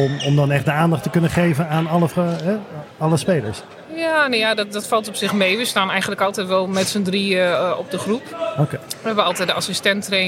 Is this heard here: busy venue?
yes